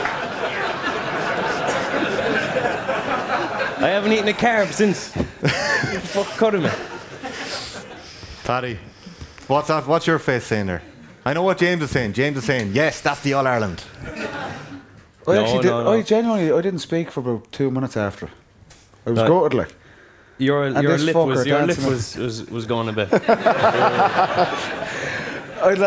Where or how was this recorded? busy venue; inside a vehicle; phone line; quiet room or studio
busy venue